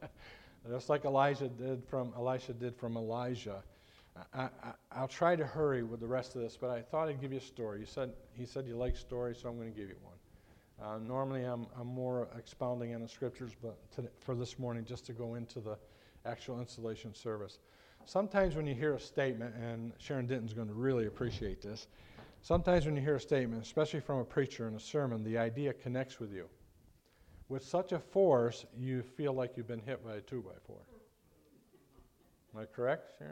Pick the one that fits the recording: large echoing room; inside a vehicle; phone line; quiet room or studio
large echoing room